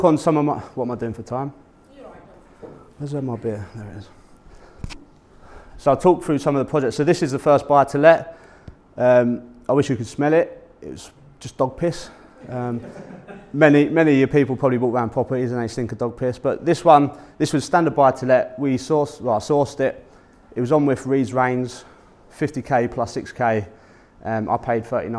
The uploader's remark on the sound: Public speaking event at PPN Humberside. My talk at PPN Humberside.